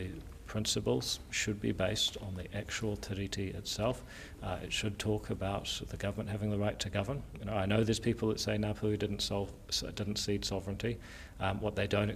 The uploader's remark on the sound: In a fiery interview recorded at Waitangi.